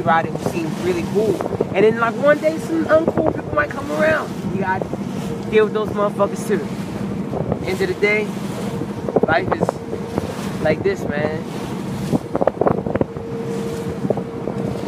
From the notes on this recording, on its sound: Island hopping on his day off in Cambodia. Live on the sea.